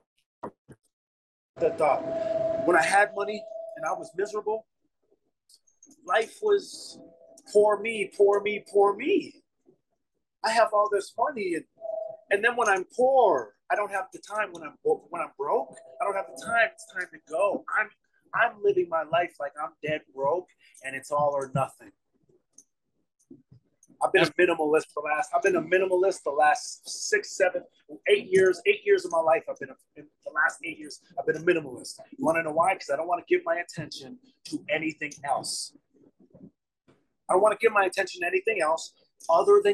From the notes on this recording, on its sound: he was even on the train while recording!